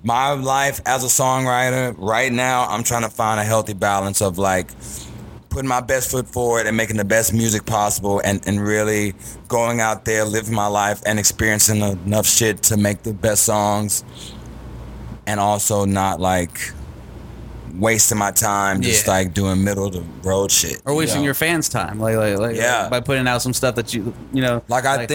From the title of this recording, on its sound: Live at Axelrad